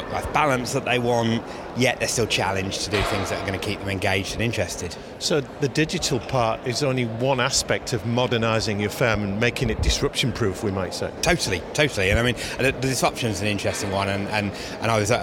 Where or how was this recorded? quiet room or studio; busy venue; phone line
busy venue